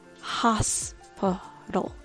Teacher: There are three syllables. The first syllable is stressed and the other two are reduced.